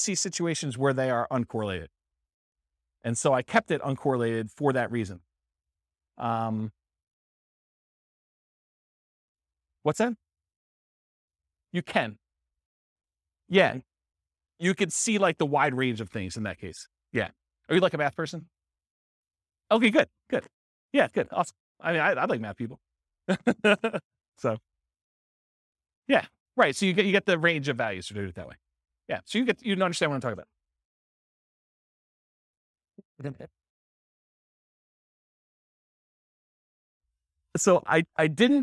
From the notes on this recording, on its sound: This was a live class recorded